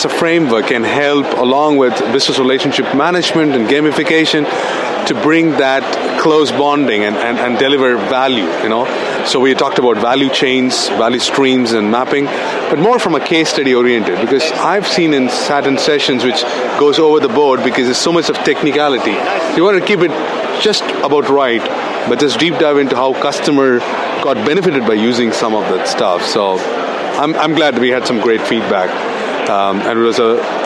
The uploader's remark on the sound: Fusion 16 podcast from the Expo Hall floor at the MGM Hotel in Las Vegas, Nevada recorded on November 2, 2016